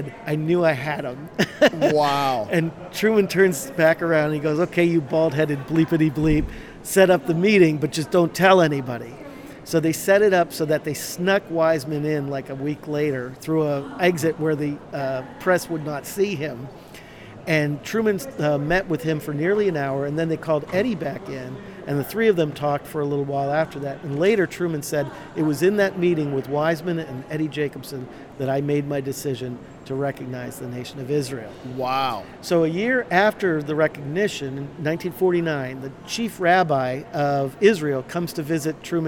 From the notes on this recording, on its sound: LIVE from CPE 2022!